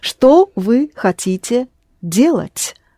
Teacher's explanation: Делать, and you go down, it's a you pronounce it as a statement because there is a question word. You don't raise your voice here.